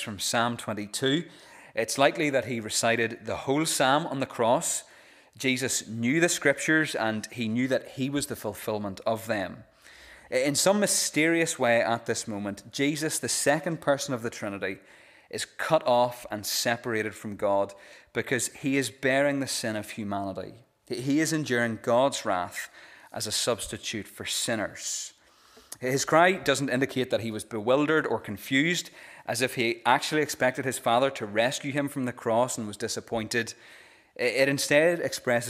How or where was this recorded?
large echoing room